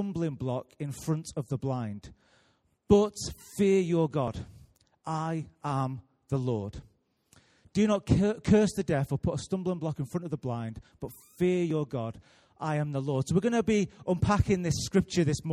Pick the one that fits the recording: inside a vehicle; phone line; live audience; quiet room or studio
live audience